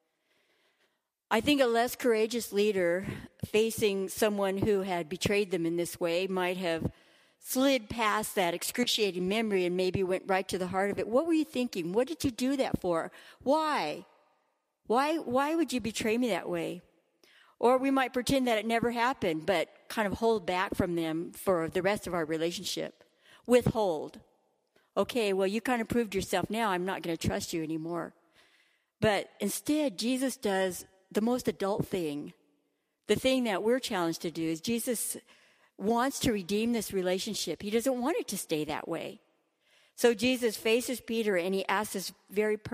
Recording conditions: large echoing room